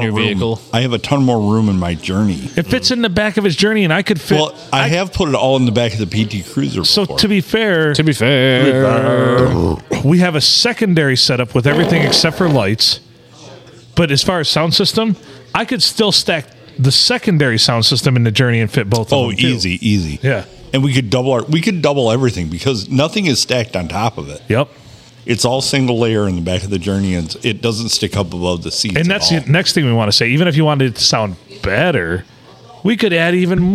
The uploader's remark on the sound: Recorded at the Blue Water Sports Bar and Grill. Things get wonky on dollar beer night.